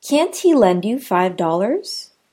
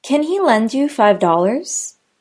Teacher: Notice how can't is stressed, whereas can isn't.